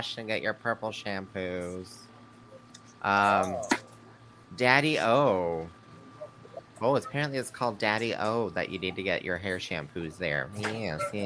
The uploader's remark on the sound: LIVE on location of the streets of Toronto